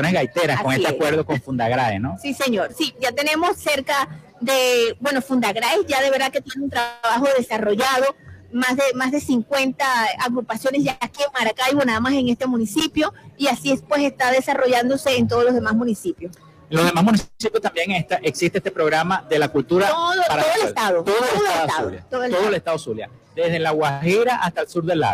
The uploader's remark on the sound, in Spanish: Especial En Vivo desde Expo Zulia 2023. Transmitimos en vivo y directo desde la exposición más grande del occidente venezolano, ExpoZulia 2023, en el hotel del lago.